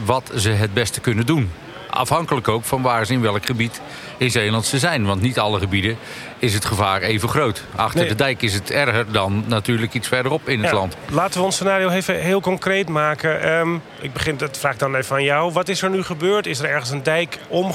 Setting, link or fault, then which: setting, busy venue